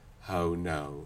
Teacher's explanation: we could also kind of centralize from how now, brown cow. And that starts to take us into this Canadian raising area. How now. Yes.